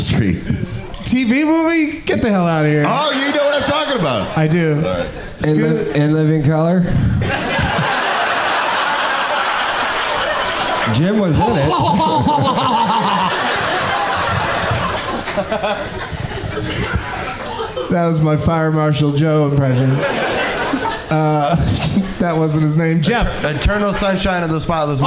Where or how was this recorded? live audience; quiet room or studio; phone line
live audience